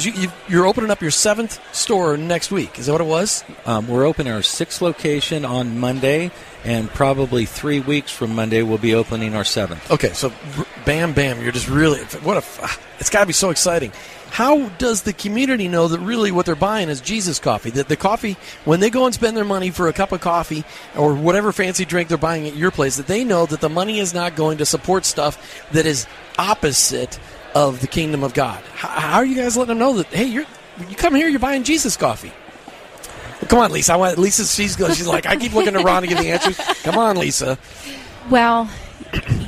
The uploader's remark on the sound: this year’s Workmatters Conference as we had our broadcast LIVE from their site in Rogers, Arkansas